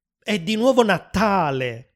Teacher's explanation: pronuncia la T in Natale come una T doppia